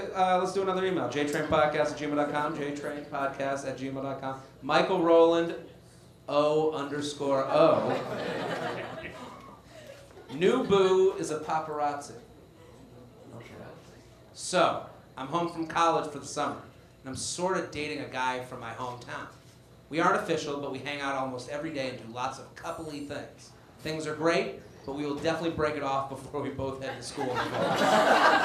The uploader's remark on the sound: LIVE From The Laughing Skull In Atlanta